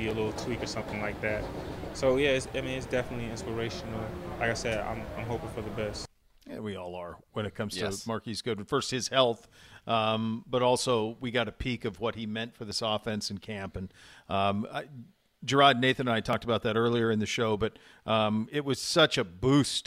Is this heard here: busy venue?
yes